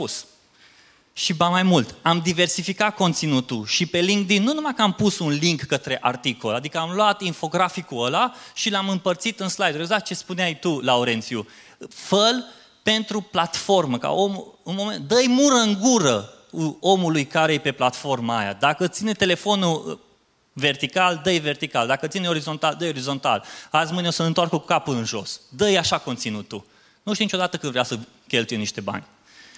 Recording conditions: live audience